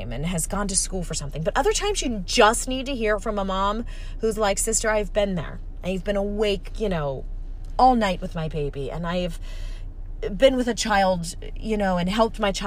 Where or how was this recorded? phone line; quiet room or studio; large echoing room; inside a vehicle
inside a vehicle